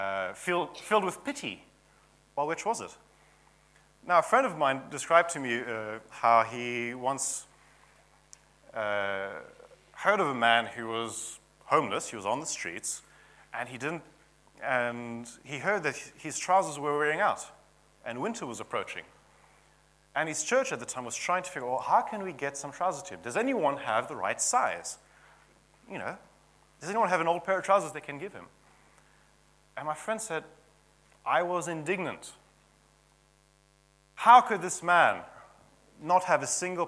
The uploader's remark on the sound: at King's Church, Cockermouth